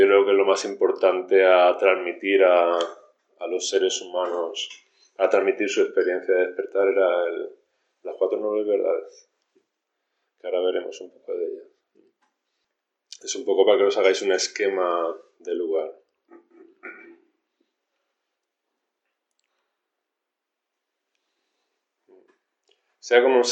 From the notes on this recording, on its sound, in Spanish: Grabaciones de las cuatro sesiones de enseñanza realizadas durante el retiro de primavera en el templo Luz Serena